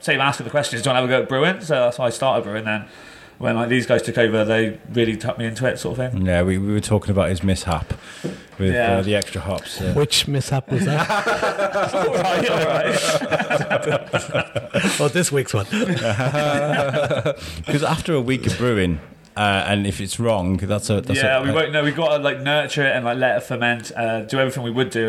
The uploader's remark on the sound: in a cosy corner of the Plough Inn (home of the Wood Brewery) and they record a nice calm podcast